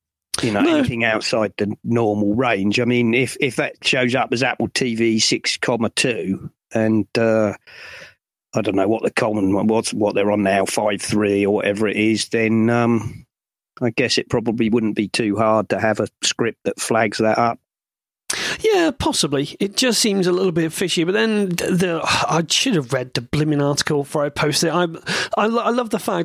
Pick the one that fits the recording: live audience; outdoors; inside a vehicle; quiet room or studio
quiet room or studio